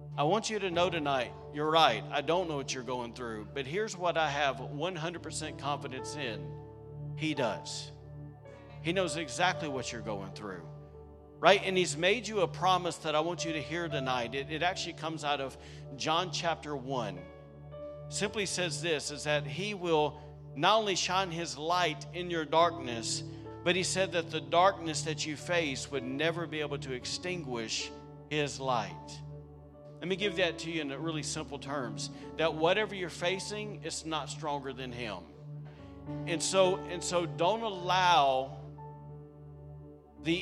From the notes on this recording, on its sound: This night was recorded on Sunday, December 17th, 2023, during our special Christmas service at The Anchor Church in Rockport, Maine.